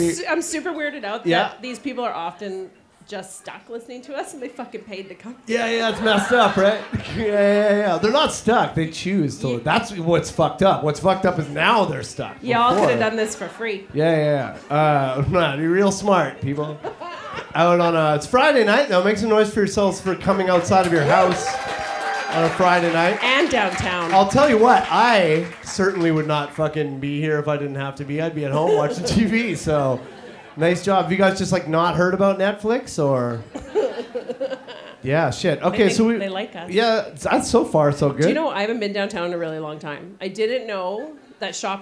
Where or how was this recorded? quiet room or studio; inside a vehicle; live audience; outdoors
live audience